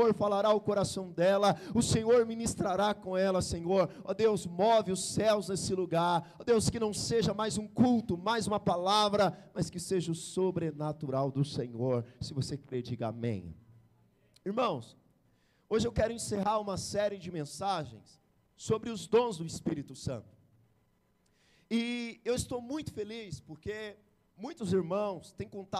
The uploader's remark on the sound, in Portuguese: Palavra pregada na igreja Batista Àgua Viva Barueri